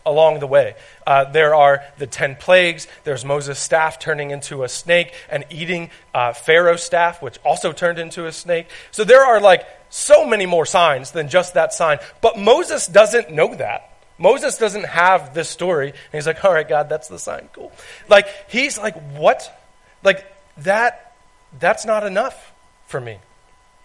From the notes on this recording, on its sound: This is recording of a message I gave at Hope Christian Fellowship.